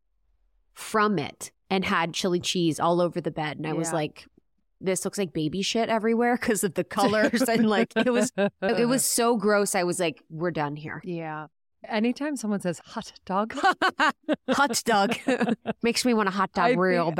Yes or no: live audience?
no